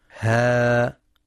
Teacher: ها، حركتان فقط لأنها من حروف حي طهر، تمد بمقدار حركتين فقط.